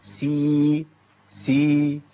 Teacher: طيب نجيب حرف زي السين مثلا، ونجيبه بقى ايه في مرتبه من اول ما يكسر وبعديه لحد ما يصل الى المفتوح وبعده الف. يبقى اول مراتب الحرف هي المكسور وبعده ياء في الترقيق